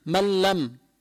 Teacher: ما عم يطلع غنة من الأنف، هذا اللي بسموه إدغام بلا غنة